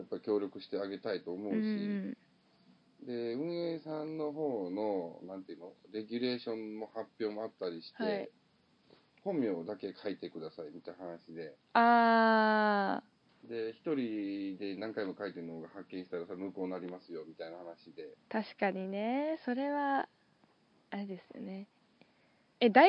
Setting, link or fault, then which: link, video call